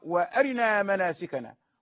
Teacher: يخطف الكسرة ويأتي بها سريعة، وهذا يسمى الاختلاس